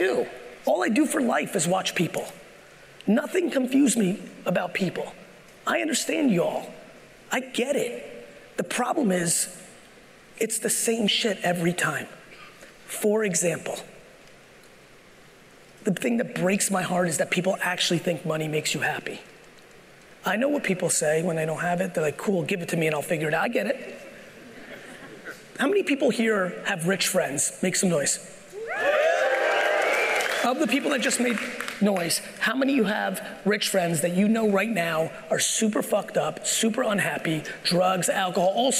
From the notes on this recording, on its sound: I'm sharing my keynote from the Aspire conference in San Diego, California.